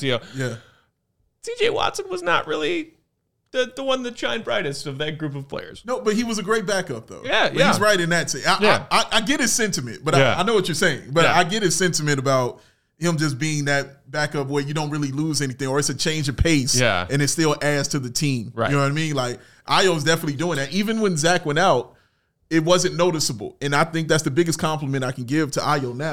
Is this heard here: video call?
no